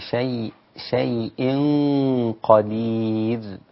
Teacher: الغنة فقط مفخمة مع حرف القاف، ثم بعد ذلك الكلمة باقية، باقي الكلمة رقيقة.